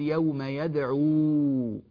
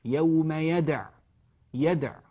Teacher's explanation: لاحظوا أنها بعين مضمومة فقط وليس بعدها واو · Shown in: second take